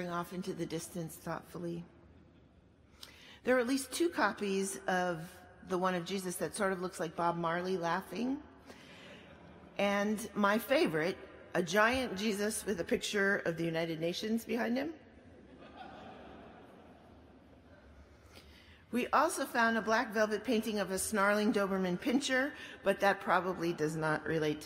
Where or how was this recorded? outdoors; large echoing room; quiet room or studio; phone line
large echoing room